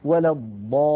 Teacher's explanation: ونحن نعلم يا إخوة أن الحرف المشدد حقيقته حرفان، حرف ساكن وبعده حرف متحرك. يعني اللام في كلمة الضالين هي لامان في الحقيقة، لام ساكنة وبعدها لام مكسورة